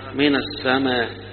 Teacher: يدي حركة بسيطة للكسرة اللي في آخرها من السماء، هنا الكسرة بسيطة ما قالش من السماء لا من · Term: اختلاس الكسرة